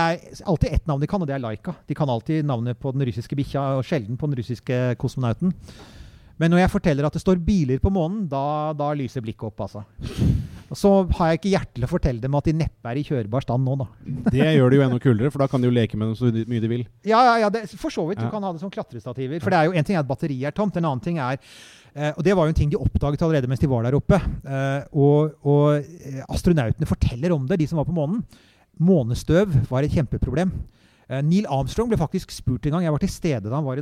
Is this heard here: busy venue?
yes